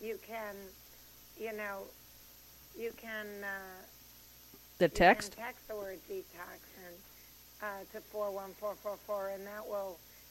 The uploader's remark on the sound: audio is low